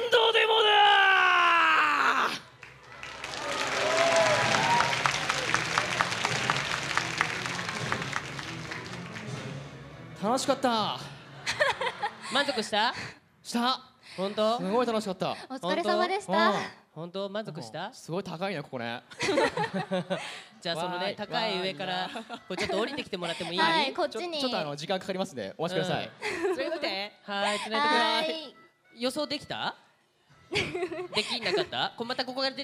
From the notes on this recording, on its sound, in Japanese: 先日行われたサンリオ国との同盟会談=公開録音の模様。